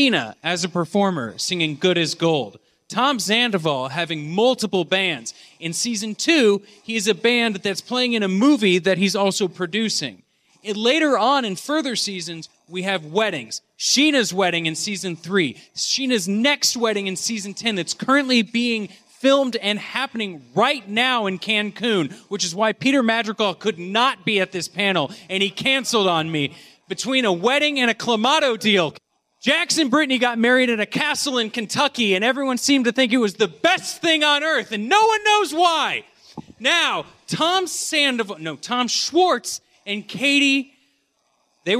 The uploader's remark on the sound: Live at The Last Bug Con! Exclusive audio from his panel "A Pump in the Matrix."